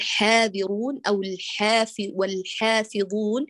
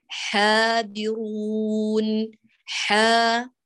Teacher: إذا لما تجاور مفخم بالتحديد مفخما فعلينا أن لا نبالغ في ترقيق الحاء حتى لا يصير صوتها مشوبا بالإمالة · Shown in: second take · كأن نقول حاذرون أو والحافظون، بل نقول حاذرون حا مرققة وقائم الألف حافظون وهكذا.